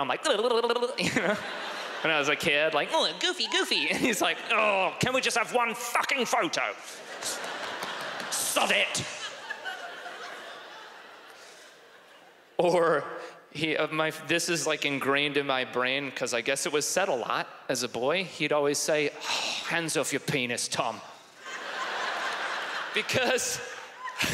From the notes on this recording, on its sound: stand up from the Just For Laughs Festival in 2015